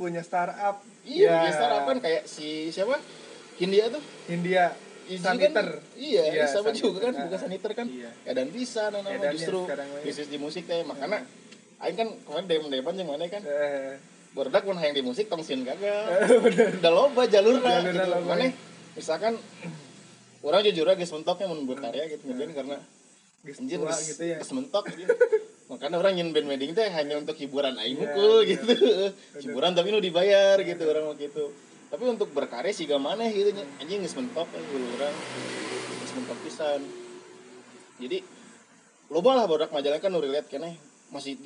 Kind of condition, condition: fault, background noise